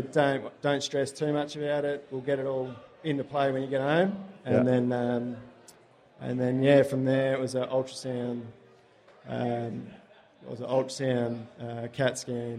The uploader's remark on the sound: Movember LIVE Show